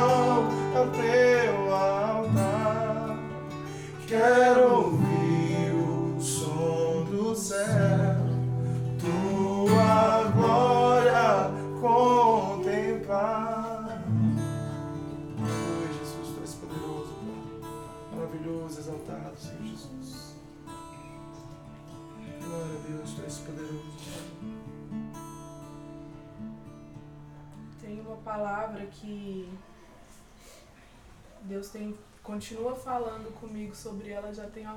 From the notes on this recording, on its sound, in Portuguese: gravado durante a primeiro Strong Ao Vivo, dia 29 de Junho em Brasília